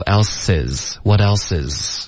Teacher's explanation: what else,这个应该连读,what else, else 跟 is 也应该连读